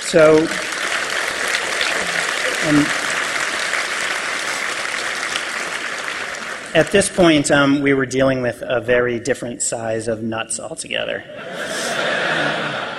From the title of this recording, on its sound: PAX East Keynote